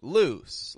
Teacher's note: that word loose is ending in a voiceless sound. An S.